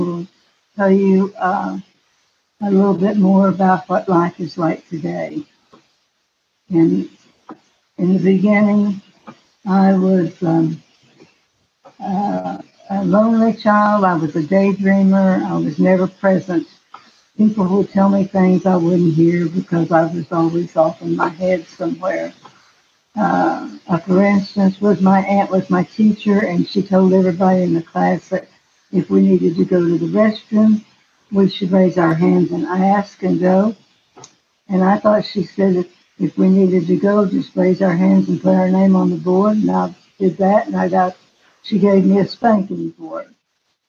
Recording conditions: video call